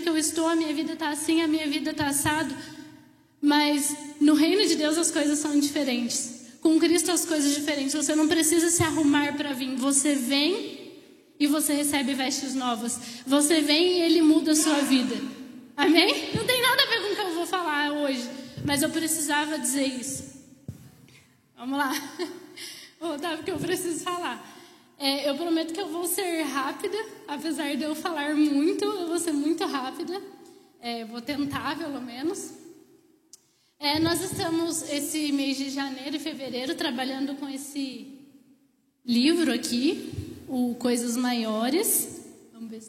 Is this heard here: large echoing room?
yes